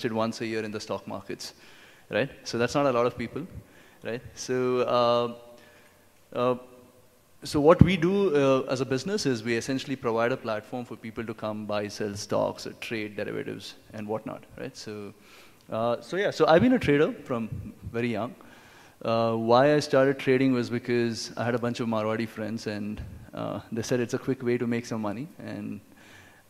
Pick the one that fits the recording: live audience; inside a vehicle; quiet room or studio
live audience